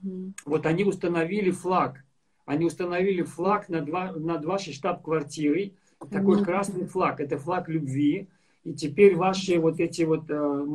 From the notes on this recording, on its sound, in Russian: Запись второй части прямого эфира из инстаграма